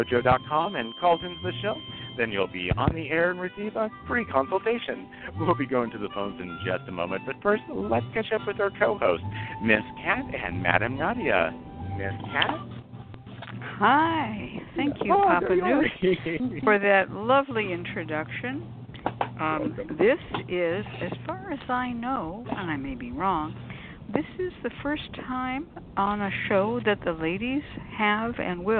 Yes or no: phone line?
yes